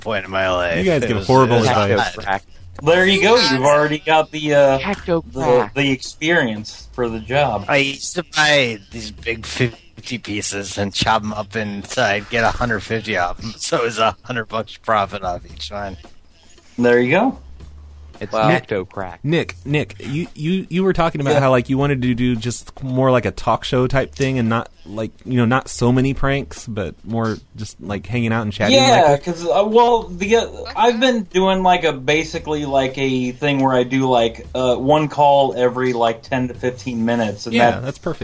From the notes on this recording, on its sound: Prank Phone Calls